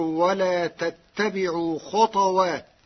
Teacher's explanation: قرأ ورش كلمة خطوات بإسكان الطاء